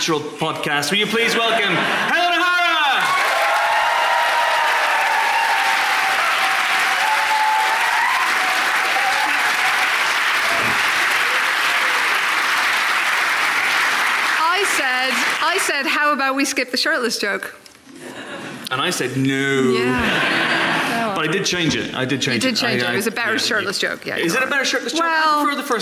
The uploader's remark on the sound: A few hundred lovely Empire readers – as we record our podcast live on stage, from the London Podcast Festival in the extremely shiny King's Place.